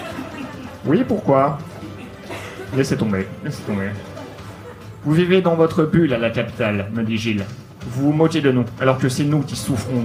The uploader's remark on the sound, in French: Enregistré en live et en public au One More Joke le 22/11/2018